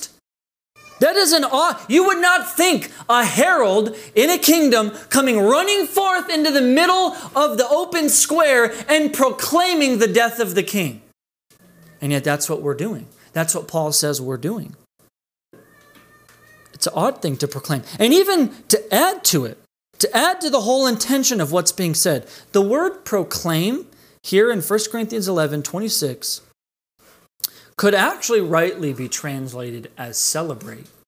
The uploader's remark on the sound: This message was delivered on August 30th, 2020 at Redeemer Community Church.